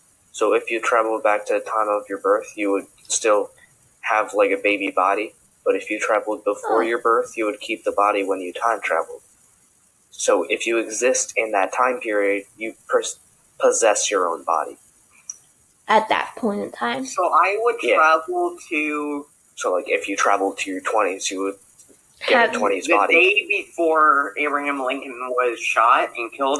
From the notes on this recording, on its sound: We apologize for poor recording quality, and hope to fix it next time.